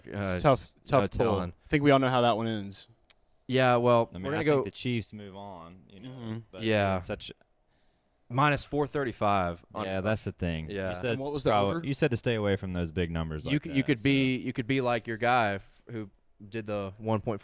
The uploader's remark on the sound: Garage Talk LIVE From Hooters Mall of Georgia